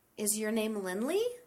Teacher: I used a rising tone, and that means I'm asking a yes or no question.